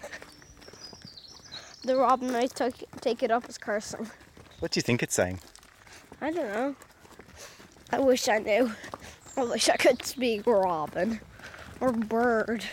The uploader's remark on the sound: go birdwatching in a meadow on a hill outside Malahide